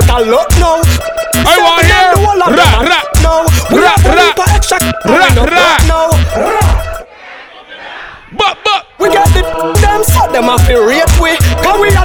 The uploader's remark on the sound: BLU POP UP PARTY LIVE AUDIO